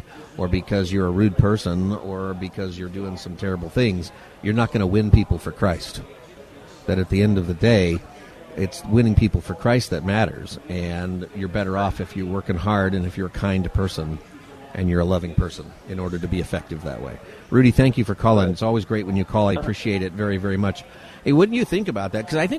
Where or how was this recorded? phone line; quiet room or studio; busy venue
busy venue